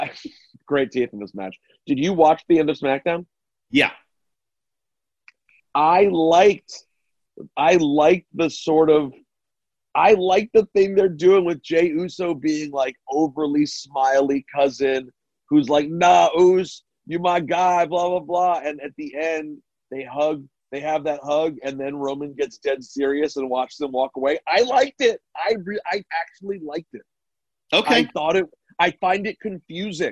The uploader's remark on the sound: jump on a zoom